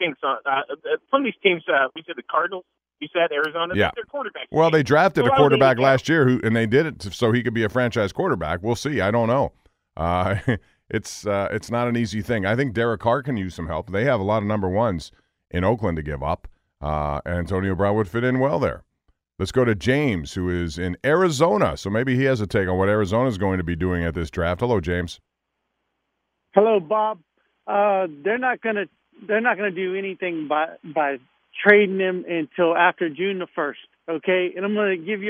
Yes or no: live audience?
no